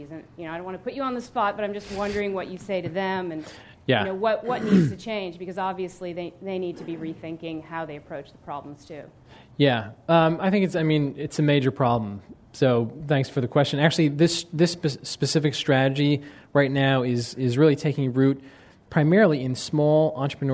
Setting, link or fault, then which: setting, live audience